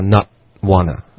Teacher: Not 的这个结尾的很干脆的停顿